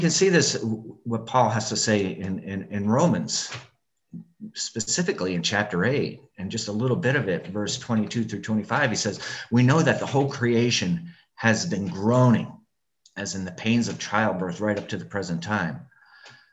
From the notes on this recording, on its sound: Zoom Recording.